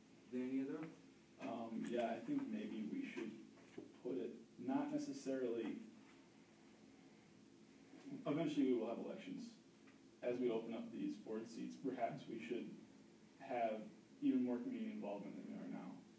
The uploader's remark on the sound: We apologize but this is a partial meeting audio.